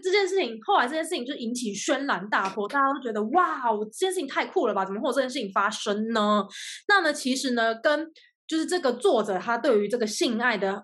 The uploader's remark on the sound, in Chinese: 本集節目使用 Zoom 遠距錄音，固有音質不佳、斷訊之情況敬請見諒。